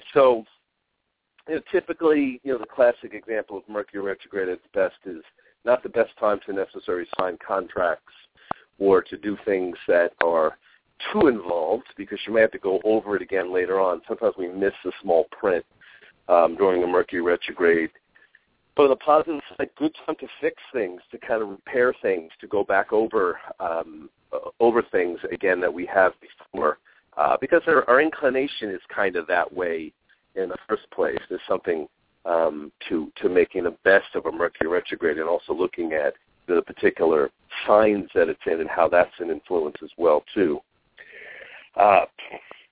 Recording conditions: phone line